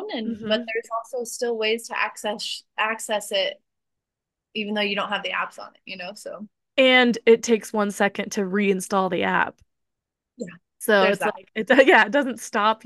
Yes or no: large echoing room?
no